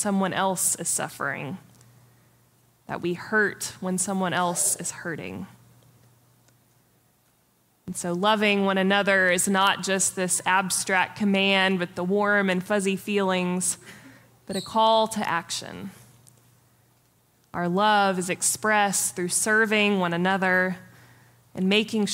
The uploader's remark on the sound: Preached on May 14, 2023 for our MorningSong Worship Service.